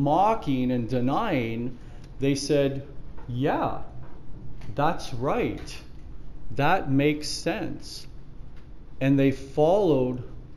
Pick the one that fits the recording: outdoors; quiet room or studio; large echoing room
large echoing room